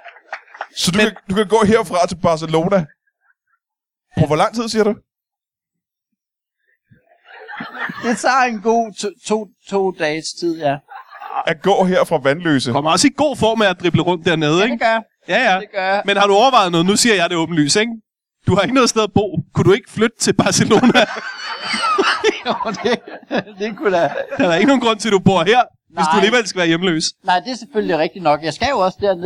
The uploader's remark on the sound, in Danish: LIVE fra Vanløse